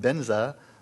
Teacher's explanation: It's true, you can't say Vajrasattva in Tibetan. They don't have a va sound, they don't have jra sound, and they don't have a tva sound. · Term: Tibetan pronunciation